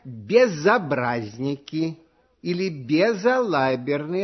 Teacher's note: В слове «безобразники» сосед приставки звук «о», а от соседей сильно зависит самочувствие всех приставок, которые оканчиваются на «з». Перед гласным звуком ясно слышится «з», и никакой ошибки сделать нельзя.